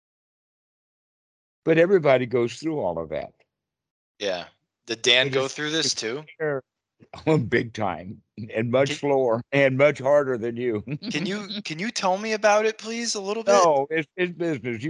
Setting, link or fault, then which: link, video call